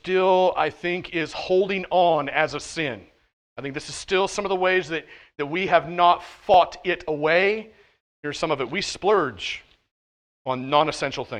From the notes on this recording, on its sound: at The Well, an SBC and Converge Heartland Church in Hastings, NE.